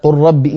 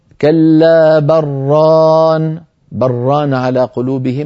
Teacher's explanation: فلو وصلنا بل مع ران، اللام والراء من مخرجين متقاربين والإدغام بينهما واجب · Shown in: second take · أو متجانسين على رأي الفراء، والإدغام أيضا واجب. · Term: إدغام اللام في الراء